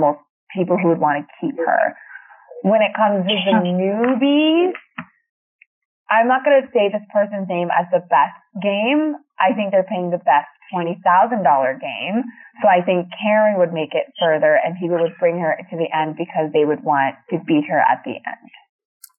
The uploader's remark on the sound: This is our phone interview.